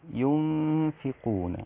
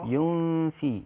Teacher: الغنة رقيقة لأن الفاء رقيقة